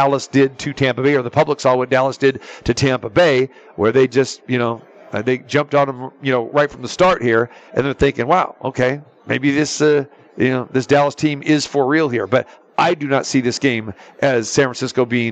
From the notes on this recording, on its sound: Football Friday Live from the Superbook at the Westgate Las Vegas.